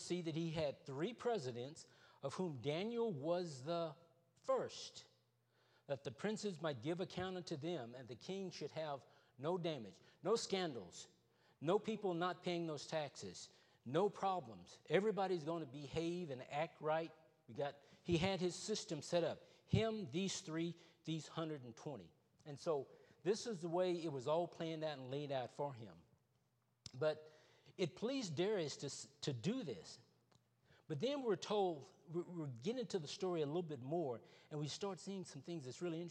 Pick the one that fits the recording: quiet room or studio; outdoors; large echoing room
large echoing room